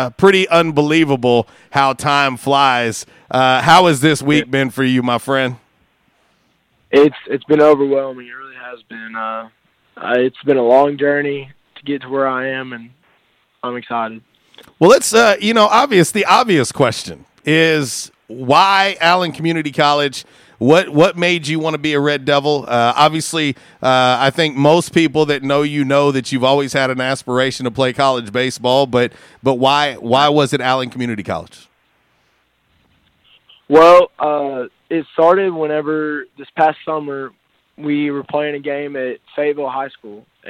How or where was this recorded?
phone line